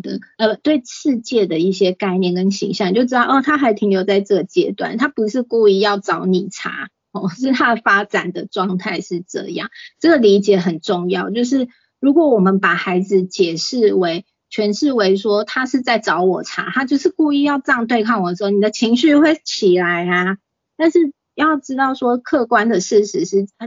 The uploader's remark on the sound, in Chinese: 此為線上課程錄音檔！